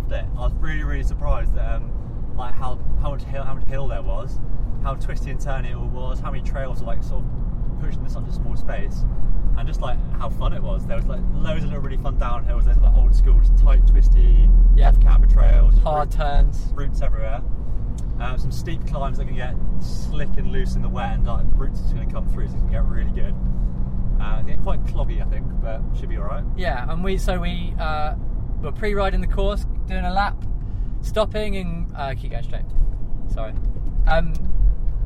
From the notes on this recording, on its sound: Brought to you live at the time from Stamner park in Brighton for the south's best 6 hour mountain bike endurance race.